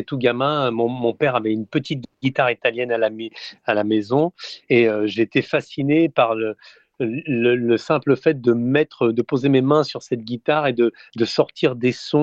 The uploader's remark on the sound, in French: par téléphone